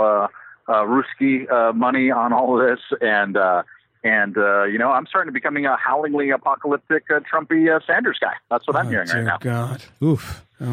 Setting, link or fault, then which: link, phone line